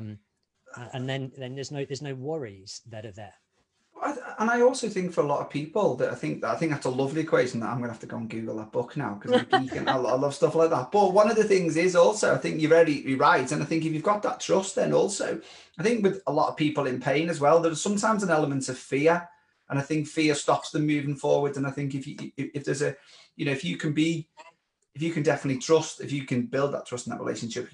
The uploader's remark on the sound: This is a recording of a Facebook Live